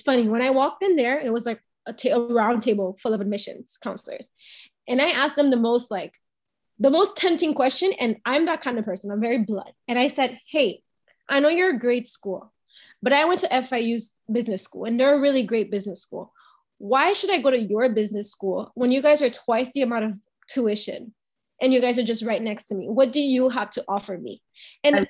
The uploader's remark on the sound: sorry about the audio quality, Zoom likes to mess with me sometimes